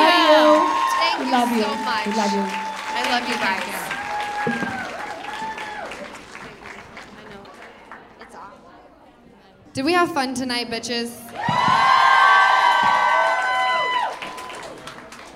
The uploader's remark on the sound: Live From The Improv